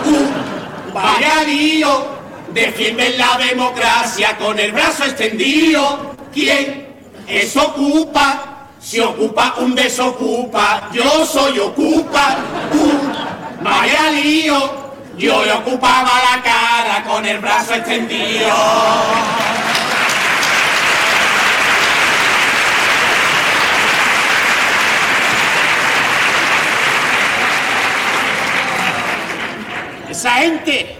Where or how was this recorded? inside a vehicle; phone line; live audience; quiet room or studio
live audience